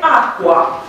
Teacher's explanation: Cool, da, un sunet olabio-velar, deci un sunet velar cu un apendice labial, zicem. Deci nu sunt două sunete, ci un sunet velar, cul, un apendice labial, cul.